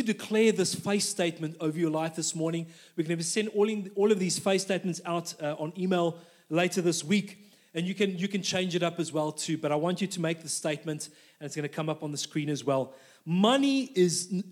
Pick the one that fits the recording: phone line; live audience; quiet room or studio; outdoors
live audience